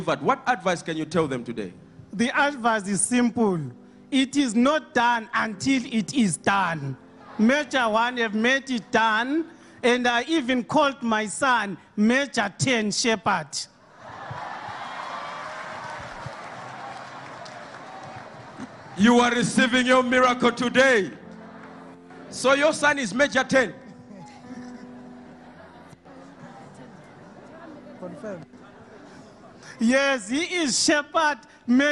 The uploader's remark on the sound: Sunday Live Service 21/05/17